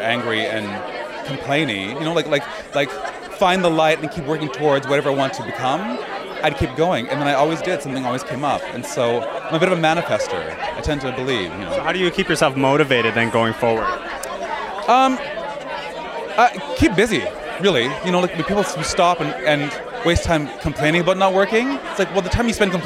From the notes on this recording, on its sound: Live from the red carpet of the 2023 Canadian Screen Awards